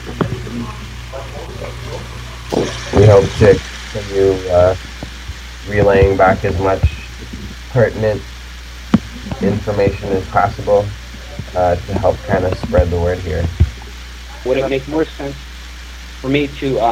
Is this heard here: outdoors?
yes